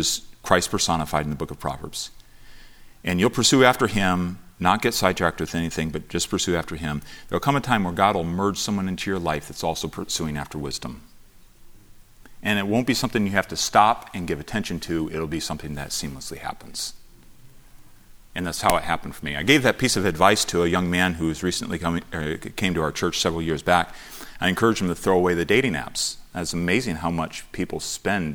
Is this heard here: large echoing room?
yes